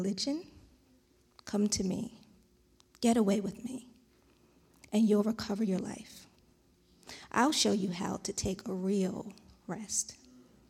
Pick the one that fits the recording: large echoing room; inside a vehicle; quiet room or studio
large echoing room